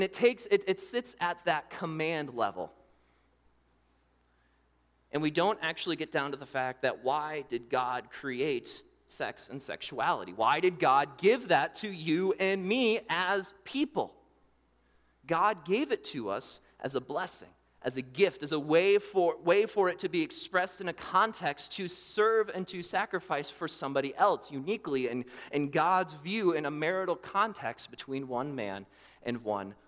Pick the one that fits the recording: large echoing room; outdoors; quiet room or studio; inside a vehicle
large echoing room